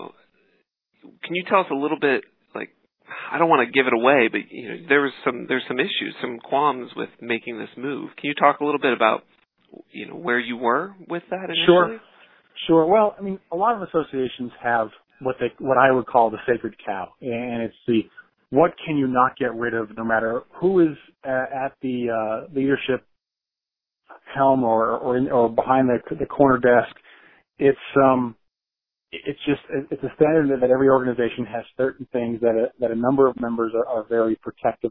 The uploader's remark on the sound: I spoke over the phone